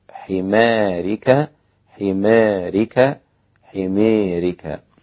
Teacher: حمارك أمالها الإمام أبو عمرو والدوري عن الكسائي وابن ذكوان، وقللها الإمام ورش